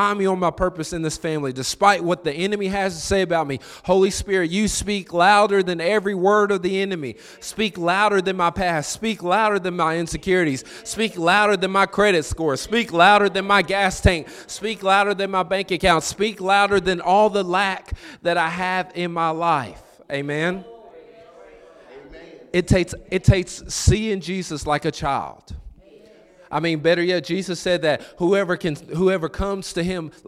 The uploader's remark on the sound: This is a recording from our "Mid-Week Gathering" on November 8th,2023